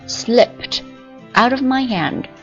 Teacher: 那加了 ed 之后呢，它发 t 音啊，清辅音 t，因为这个 ed 前面这个 p 它是 p p 清辅音嘛，所以清后面就是清，所以读作 slipped out of myhand。她趁其他人还没醒溜出了房子。